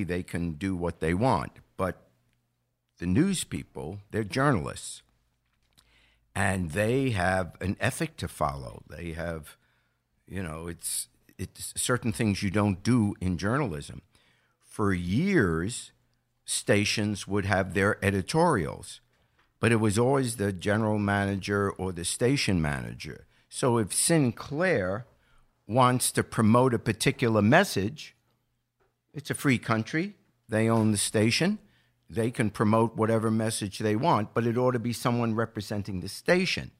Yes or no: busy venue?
no